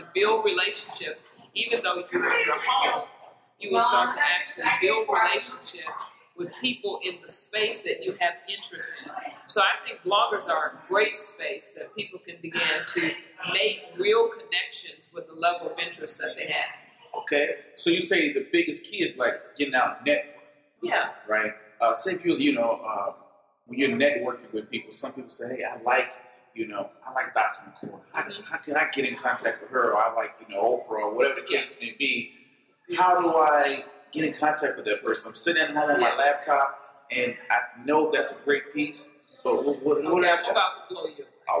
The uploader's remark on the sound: Sorry for the audio because it was recorded live